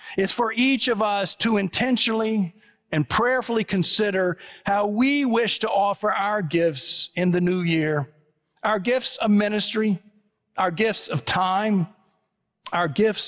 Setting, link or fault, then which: setting, large echoing room